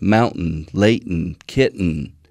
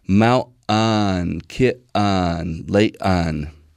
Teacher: What people are commenting on and calling T dropping is actually an oral release where the air comes out your mouth instead of out of your nose. · Shown in: second take